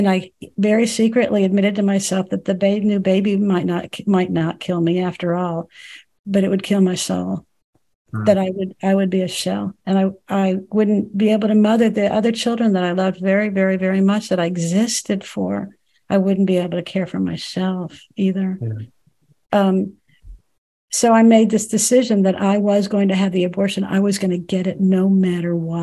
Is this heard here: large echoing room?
no